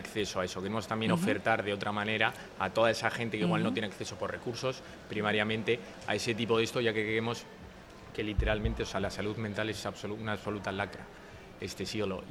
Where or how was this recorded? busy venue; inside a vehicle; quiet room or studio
busy venue